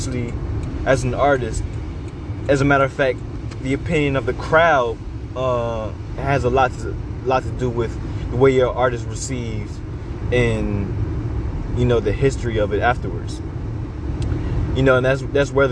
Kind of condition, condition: setting, inside a vehicle